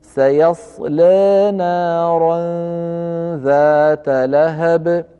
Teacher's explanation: يقلل الألف التي في آخر سيصلى وينبني على ذلك عدم تفخيمه للام · Term: التقليل